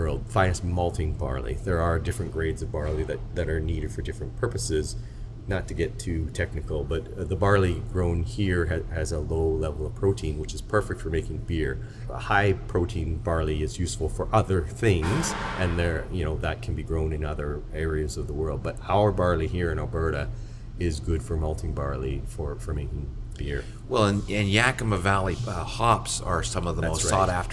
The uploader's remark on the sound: We recorded this interview in the beautiful tap room of our friends at Cabin Brewing. There are a few real brewery noises in the background.